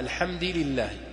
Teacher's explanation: لماذا كسرنا الدال؟ قالوا اتباعا للام التي بعدها